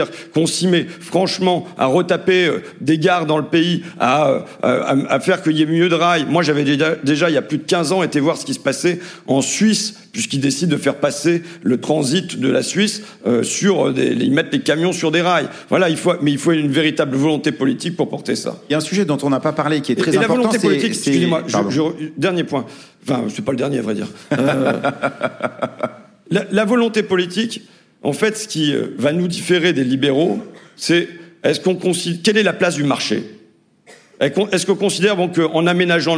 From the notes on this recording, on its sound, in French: enregistrement en public de Chaleur humaine, le 21 novembre 2023 à Paris, à la Bibliothèque nationale de France